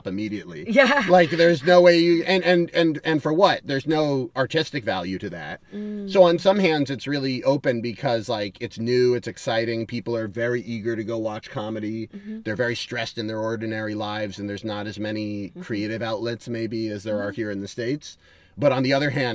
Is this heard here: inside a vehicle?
yes